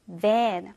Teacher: 혀의 끝부분을 윗니와 아랫니 사이에 가볍게 물고 나서 the라고 발음을 내주는 유성음